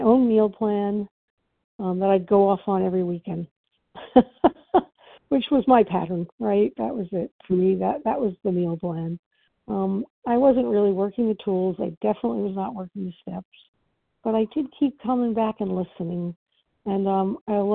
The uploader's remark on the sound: from the 100 Pounders Phone Meeting, 2/24/23